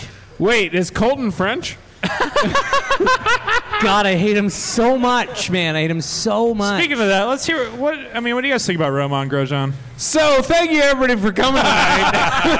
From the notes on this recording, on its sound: The live event from Monday night at Sun King Brewing. All on one stage.